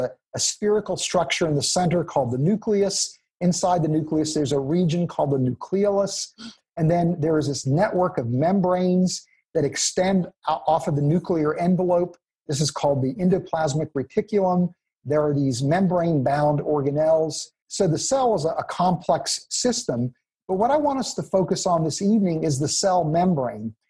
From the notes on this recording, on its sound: 2020 Zoom Conference.